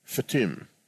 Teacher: A shvana has a very short vowel sound to it, not as exaggerated as a segol, eh, but not totally silent. So it's fetim.